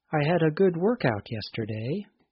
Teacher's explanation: In the phrasal noun example, the speaker stressed the first part of the word, work.